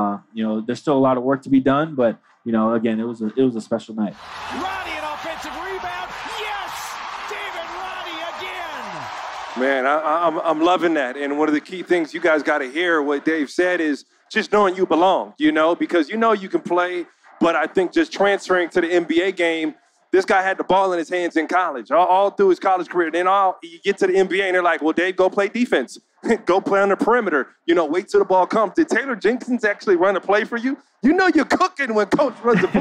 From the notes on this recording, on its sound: LIVE from NBA Con at Summer League in Las Vegas